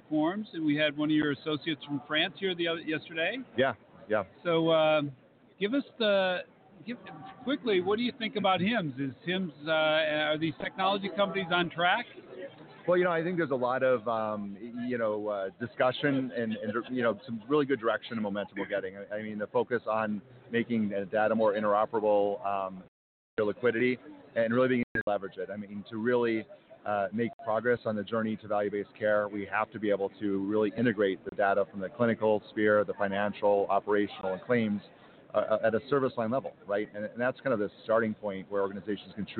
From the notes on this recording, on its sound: LIVE From #HIMSS17 Day Three. Health Information Management Systems Society (HIMSS) 2017 Annual Conference and Exhibution from the Orange County Convention Center in Orlando, Flo.